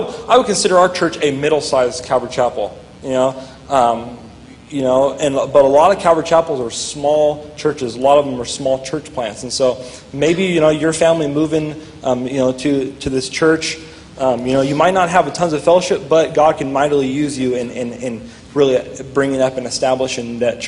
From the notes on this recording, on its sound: during a live Q&A session